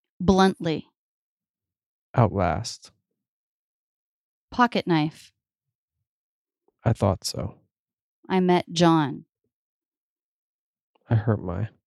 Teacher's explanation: the T is a stop T because the next sound is a consonant